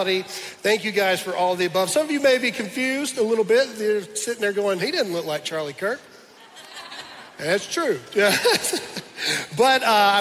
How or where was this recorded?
large echoing room